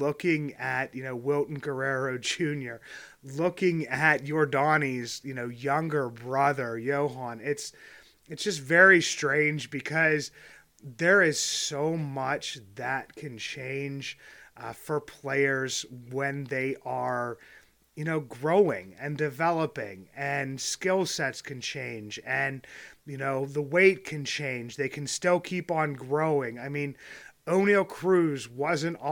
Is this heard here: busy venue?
no